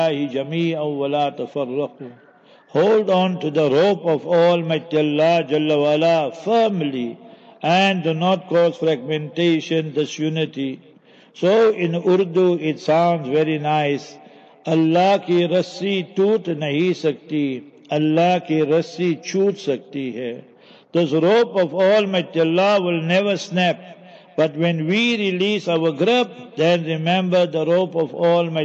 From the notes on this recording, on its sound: Jumah Lecture at Avonadalle Musallah